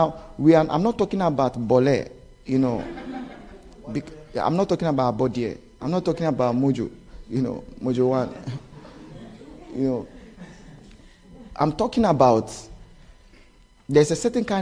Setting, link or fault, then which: setting, live audience